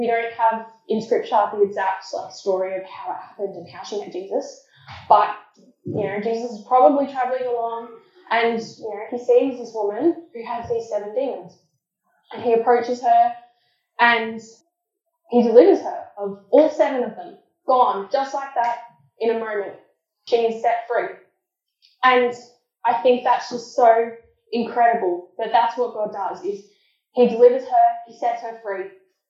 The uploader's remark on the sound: Apologies for the poor audio quality.